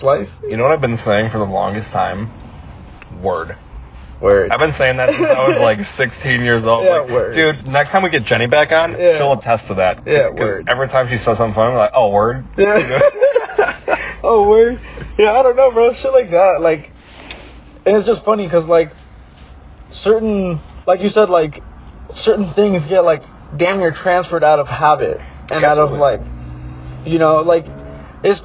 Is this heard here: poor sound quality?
yes